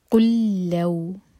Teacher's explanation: قل کلام اور لو کلام، لام کا ادغام ہے، ادغام متماثل، ایک لام پڑھا جائے گا اسٹرانگ. قل لو، قوف دوما کے لیے ہمارے ہوٹ کل ہوں گے، لام پر جب پہنچیں تو ہوٹوں کو پھیلا لیں.